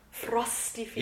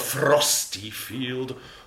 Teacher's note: I'm going to roll the R on frosty